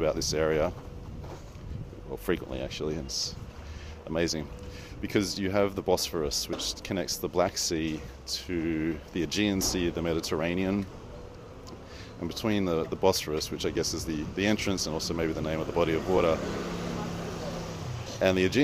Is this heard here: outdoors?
yes